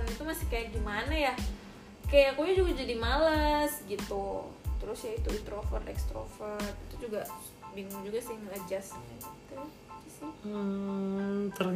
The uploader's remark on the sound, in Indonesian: Di pilot episode ini gue dan istri mencoba mendokumentasikan percapakan kami. Yaaa maklumin aja lah ya klo masih berantakan banget alurnya, sound naik turun, dan hal-hal amatir lainnya.